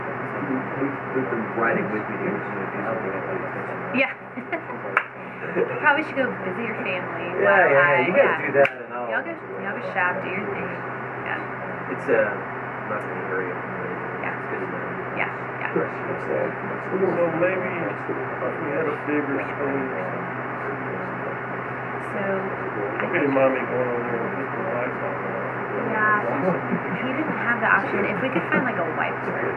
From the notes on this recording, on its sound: Jonesboro Breakout Session 1. This episode has technical audio issues.